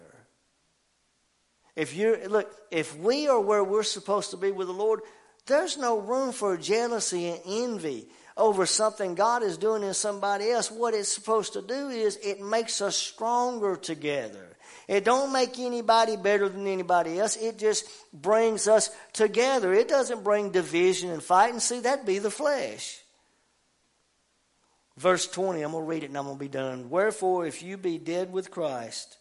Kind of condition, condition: setting, large echoing room